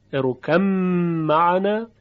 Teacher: با به طور کامل در میم ادغام میشه و اثری از قلقله با نمیمانه